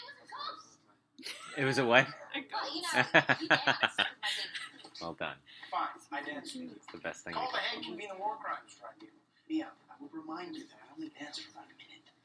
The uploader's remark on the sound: COMMENTARY TRACK. Sound quality is different, just a warning.